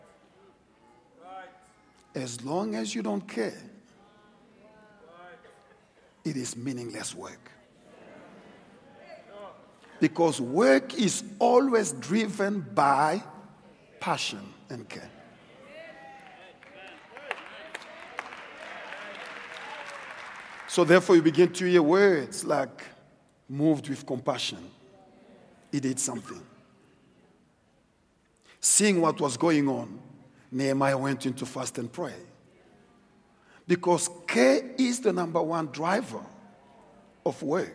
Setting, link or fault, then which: setting, live audience